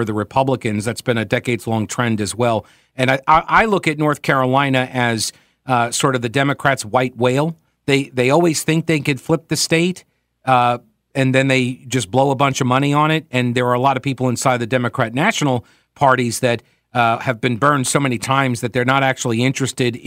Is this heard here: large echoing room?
no